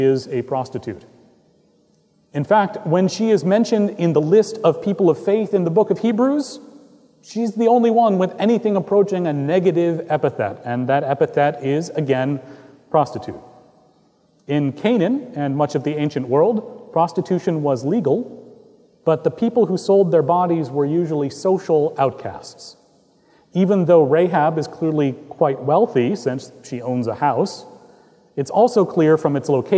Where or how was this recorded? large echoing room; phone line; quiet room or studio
large echoing room